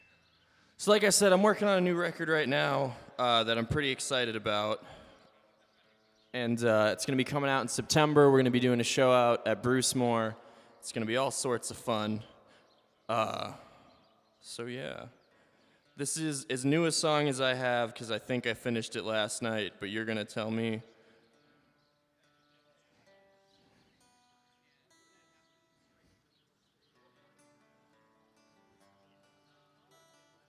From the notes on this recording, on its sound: This bonus episode is from a live recording of The Groove Life Podcast that originally took place at Hospoda in Cedar Rapids on June 23rd, 2023. From our live show back in June - a short interview (followed by a musical performance).